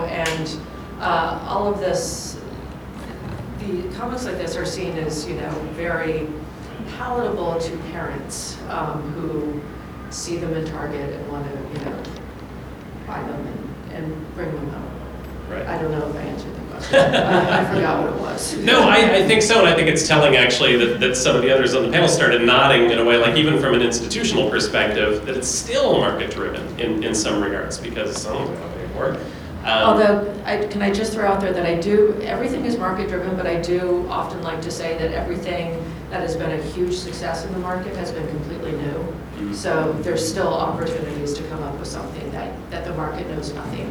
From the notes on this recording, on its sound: Panel from New York Comic Con.